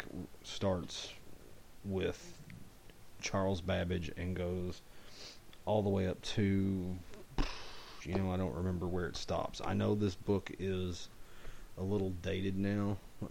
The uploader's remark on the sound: I was actually feeling pretty bad when I recorded the show, so my voice may not be as loud as usual.